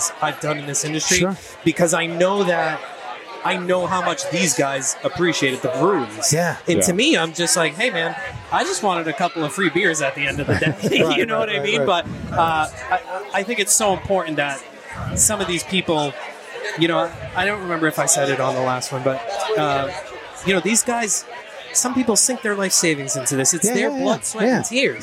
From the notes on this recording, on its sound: on his epic roof deck at Six West in South Boston